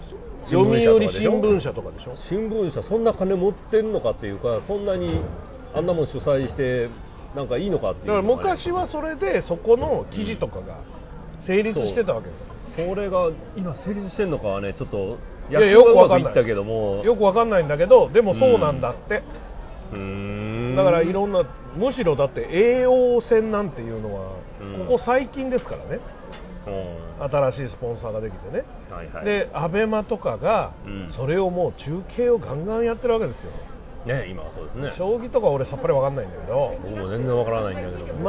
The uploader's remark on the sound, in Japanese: アるかテラススタジオにて公開収録。